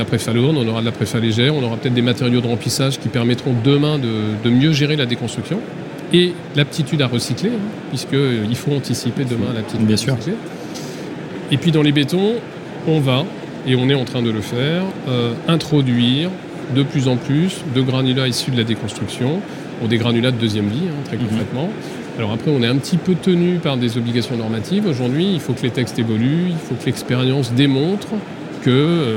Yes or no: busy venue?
yes